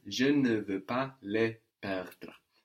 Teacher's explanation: So, L-E-S, no, we don't hear the S, but the E does change quality